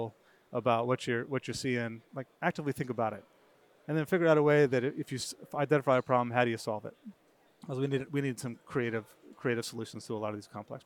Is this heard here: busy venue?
yes